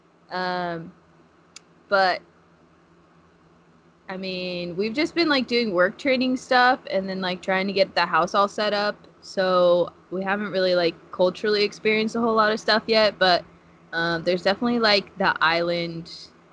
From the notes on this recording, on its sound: We were successful with recording via skype.